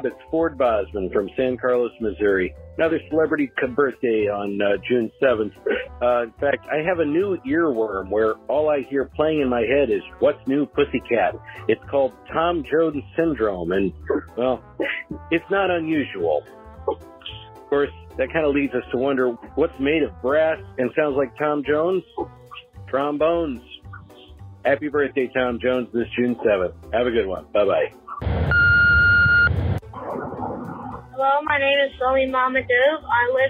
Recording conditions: phone line